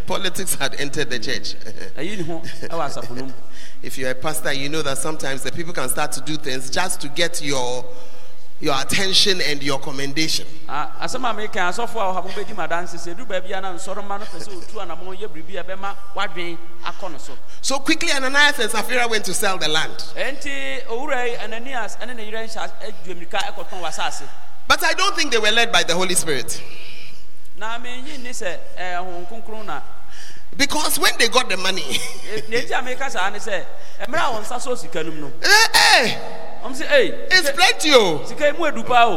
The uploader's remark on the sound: on Day 2 Morning at The Art of Evangelism Conference, CPIC-Dormaa Ahenkro